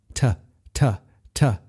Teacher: You'll notice that nothing is vibrating or happening in your throat. · Term: unvoiced